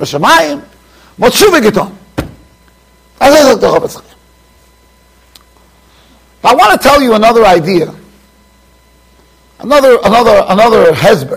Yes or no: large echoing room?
yes